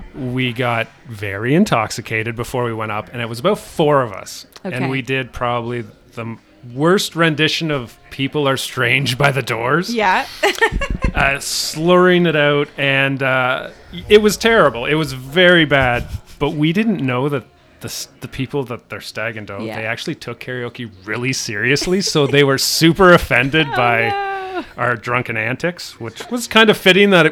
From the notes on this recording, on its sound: Broadcast live from Goldie's Convenience in Downtown Kitchener.